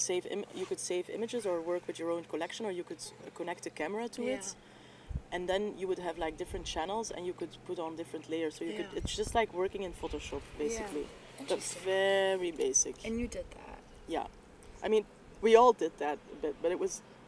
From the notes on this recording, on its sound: sit, sunblinded, in a communal garden